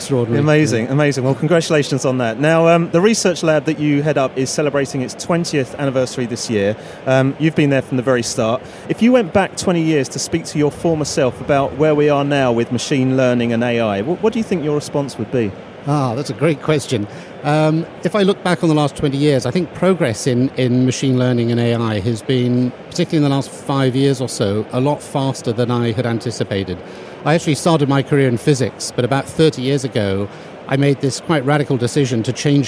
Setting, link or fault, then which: setting, busy venue